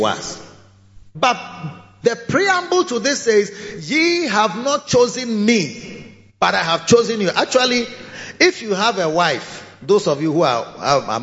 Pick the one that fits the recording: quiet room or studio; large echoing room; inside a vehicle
large echoing room